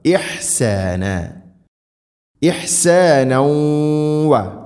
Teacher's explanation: ഇഹ്സാന ഇഹ്സാനൗ വ തൻവീനു ശേഷം വാവ് ഇദ്ഗാം ബിഗുന്ന. തൻവീനിനെ വ എന്ന അക്ഷരത്തിലേക്ക് കൂട്ടിലയിപ്പിച്ച് മണിച്ചുകൊണ്ട് ഉച്ചരിക്കണം